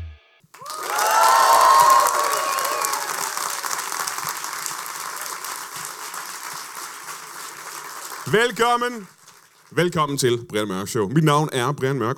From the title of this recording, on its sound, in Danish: LIVE fra Comedy Zoo I Aarhus